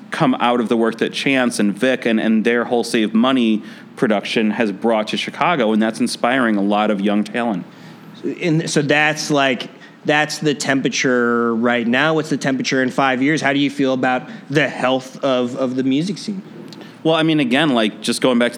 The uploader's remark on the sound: Industry Interactive is Dynasty Podcasts' live workshop series. The live conversation served as the keynote at Chicago Inno's music tech State of Innovation event, held January 26th at General Assembly Chicago.